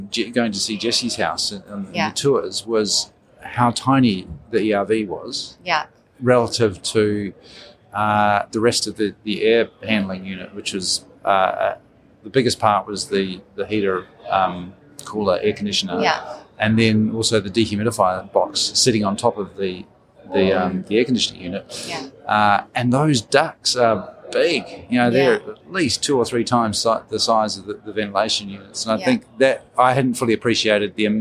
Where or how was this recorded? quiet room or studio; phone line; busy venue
busy venue